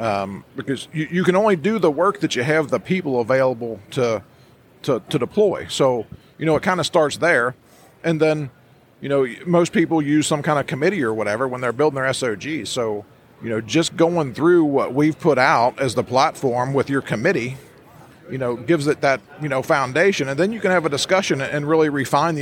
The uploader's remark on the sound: Live From Fire Rescue International. We are recored live from the floor of FRI in Kansas City, Missouri!